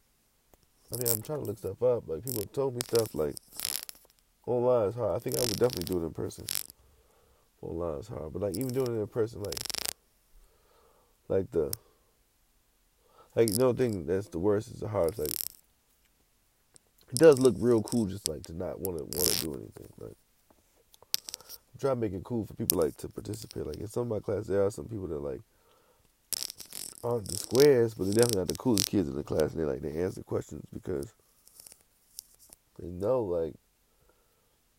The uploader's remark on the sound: I’m never fucking using my headphones again. Much background noise.